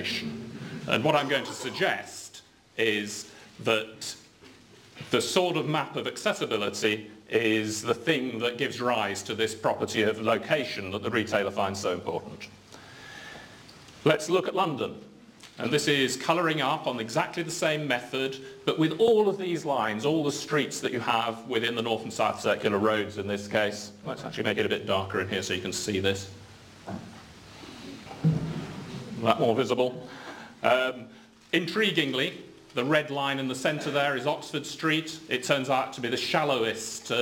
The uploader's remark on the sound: UCL Lunch Hour Lecture